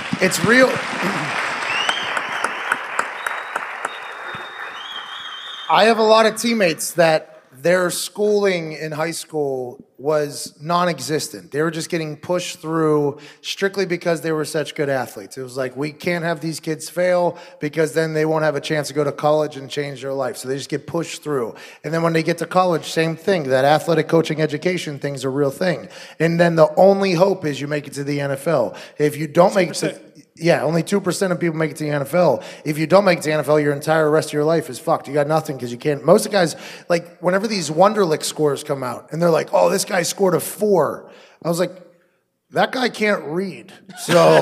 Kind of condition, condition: setting, live audience